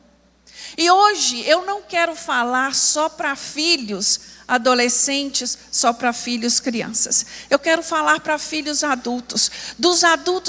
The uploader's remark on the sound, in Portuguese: Escola Bíblica Dominical. Transmissão ao vivo do Culto de Adoração ao nosso Deus, realizado na Igreja Batista Moriá.